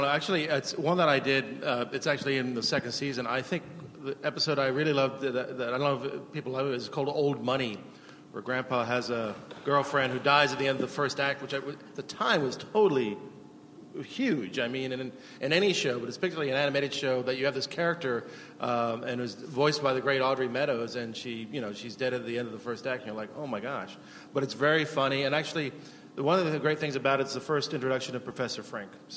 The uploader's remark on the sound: The Simpsons from ATX Television Festival. Recorded June 6, 2015 at ATX.